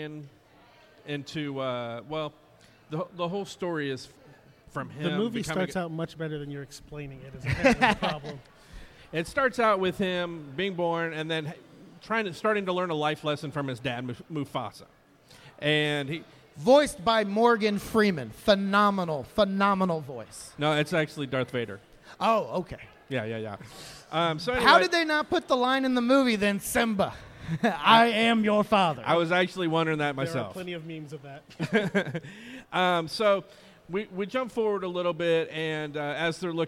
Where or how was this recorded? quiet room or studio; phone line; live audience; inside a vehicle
live audience